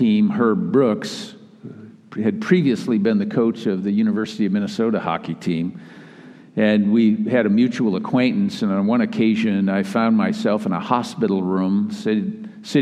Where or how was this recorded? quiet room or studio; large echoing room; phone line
large echoing room